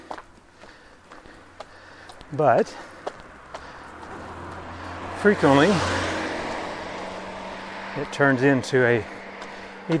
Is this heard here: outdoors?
yes